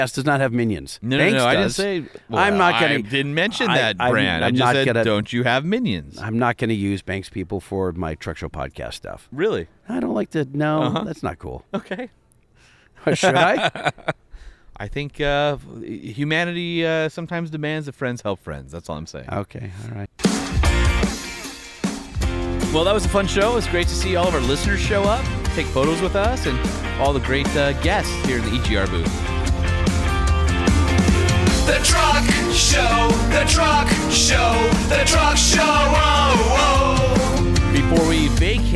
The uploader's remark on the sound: SEMA Show 2023 Part 1, Live From The EGR Booth